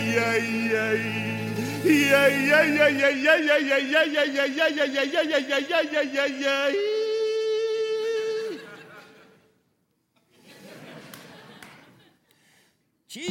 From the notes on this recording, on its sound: Recorded Live on Stage in front of an actual Broad-Way audience.